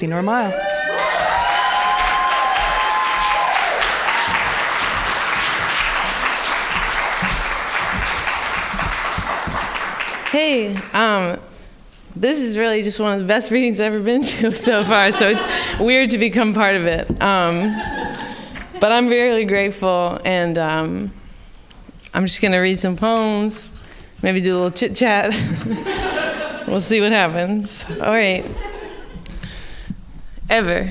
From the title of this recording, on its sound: Live At The Philadelphia Ethical Society